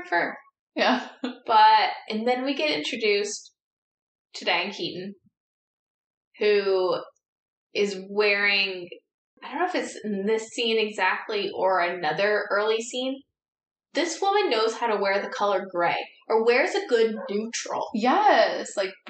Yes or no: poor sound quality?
yes